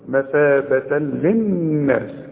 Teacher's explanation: عند الوصل فتحتين وبعدها لام ادغام كامل بدون غنة